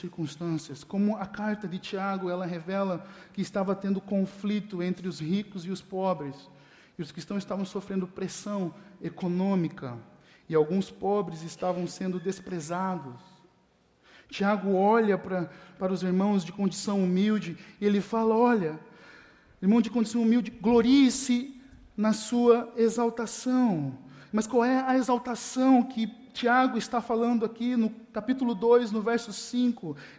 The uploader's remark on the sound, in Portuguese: Mensagem gravada na Igreja Batista Jardim Minesota